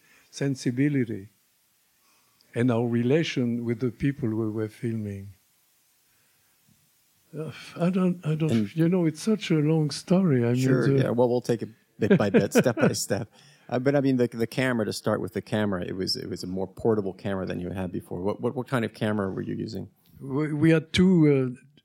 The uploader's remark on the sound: Recorded November 18, 2017 at EYE Cinema